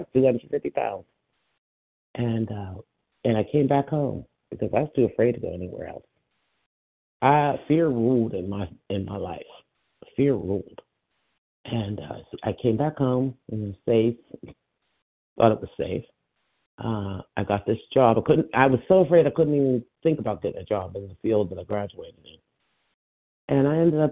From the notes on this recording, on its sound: from the 100 Pounders Phone Meeting